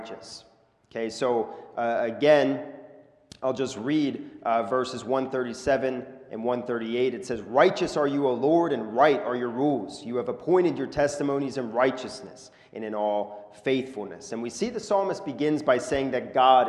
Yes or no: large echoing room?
yes